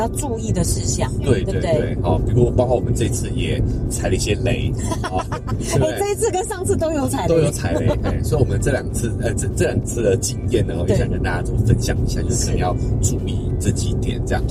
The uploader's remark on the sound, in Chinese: 音質預警。本集在車上錄音、底躁較為明顯。